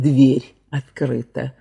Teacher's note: «Д» твердое перед «ве» мягкое в этом же самом слове.